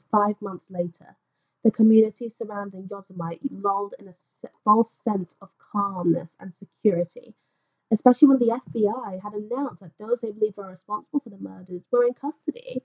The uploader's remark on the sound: With even worse sound quality!